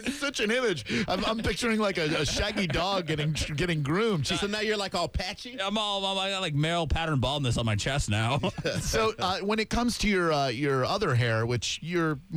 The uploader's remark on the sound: On the phone.